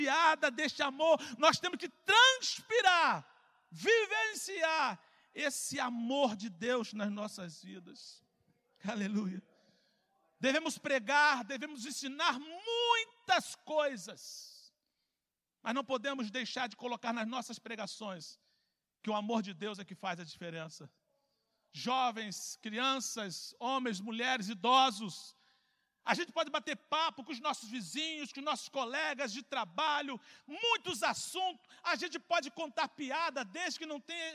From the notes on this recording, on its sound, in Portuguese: CULTO AO VIVO